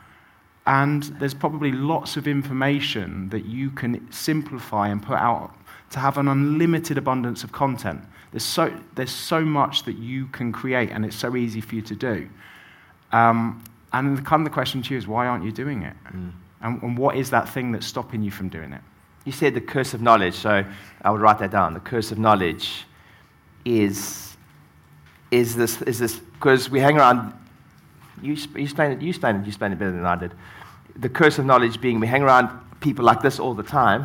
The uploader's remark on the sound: on stage at my latest mastermind